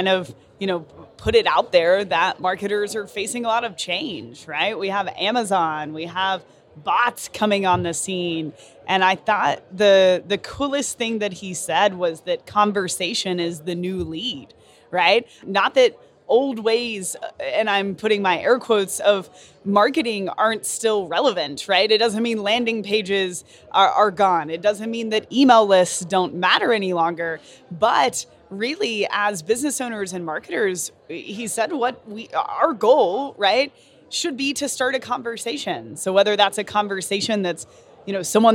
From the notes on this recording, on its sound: Live from Traffic & Conversion Summit 2018. The experts answer questions from Traffic & Conversion Summit attendees, live from the Summit!